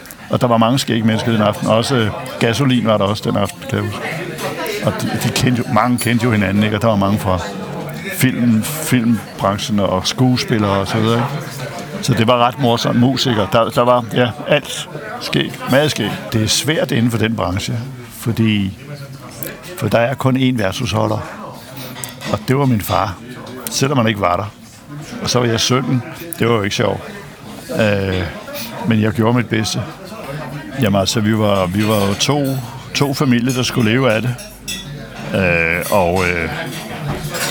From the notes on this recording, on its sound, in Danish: Optaget på Nimb Brasserie, Tivoli, København.